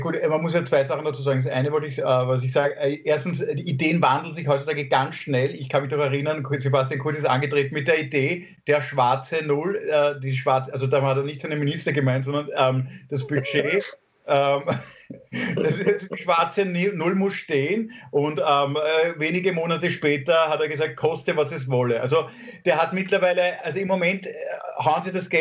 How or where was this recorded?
video call